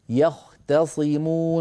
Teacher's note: التاء في يختصمون جاورت الصاد، فانتبهي إلى عدم تفخيمها، فلا تقولي يختصمون يخطى، طا صارت هذه شبه الطاء، يختصمون مرققة، حافظي على التاء مرققة، والباقي كان جيد.